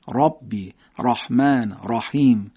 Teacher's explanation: فتحه رو شبیه الف میگیم، یه حالتی شبیه اطباق و اصطلاحی که براتون توضیح دادیم، کنارهای زبان جمع میشه، ته زبان جمع میشه میاد بالا، این حالت برای را مفخم و درشت شده هم رعایت میشه · حرف را وقتی که فتحه میگیره درشت میشه، فتحه و ضمه در حقیقت باعث درشتی ادای حرف را میشن.